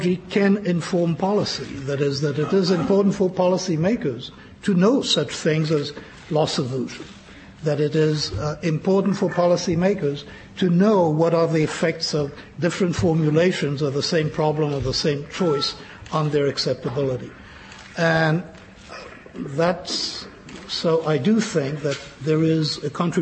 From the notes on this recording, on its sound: Press Conference.